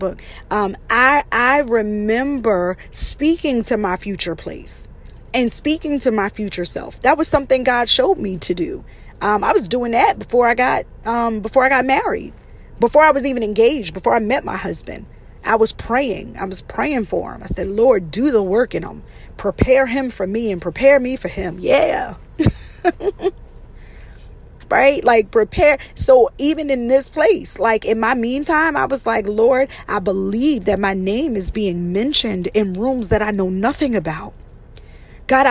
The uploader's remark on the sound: In this episode, I’m in my car! I recorded this while driving.